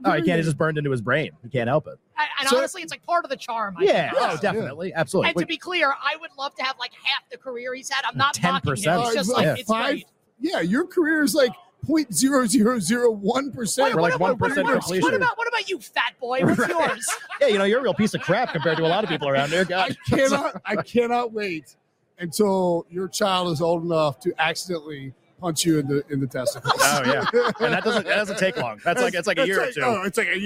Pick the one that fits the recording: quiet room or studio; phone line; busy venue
busy venue